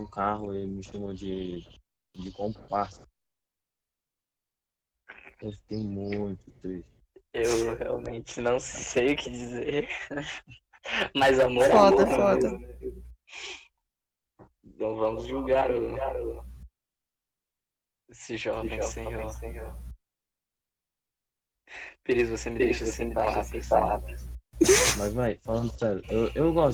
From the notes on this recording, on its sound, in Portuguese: Muito audio estourado.